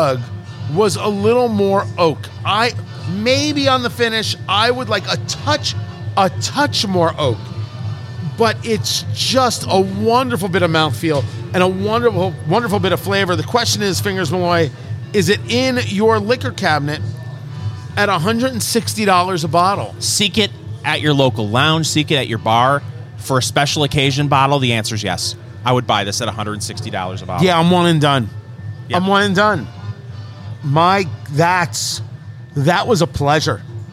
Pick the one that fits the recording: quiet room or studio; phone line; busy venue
busy venue